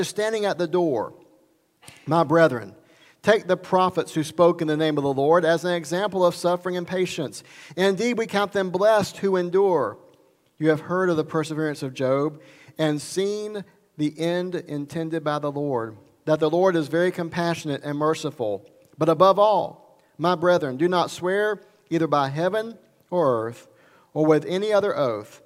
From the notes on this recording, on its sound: Recorded at Highland Baptist Church, Molino, FL.